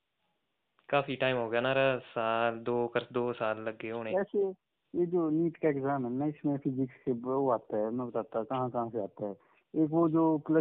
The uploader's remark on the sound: A phone call talk